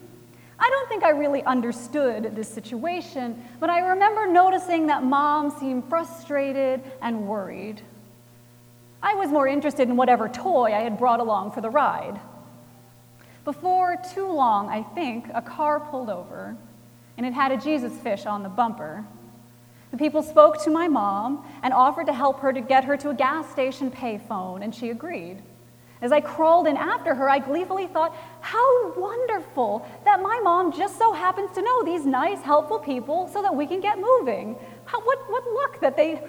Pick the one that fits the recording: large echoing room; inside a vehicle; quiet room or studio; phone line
large echoing room